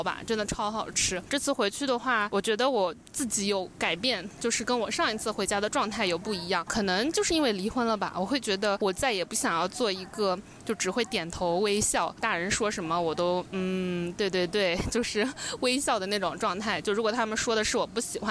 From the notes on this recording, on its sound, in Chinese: 海南的大海。封面是昨天录音时面对的海。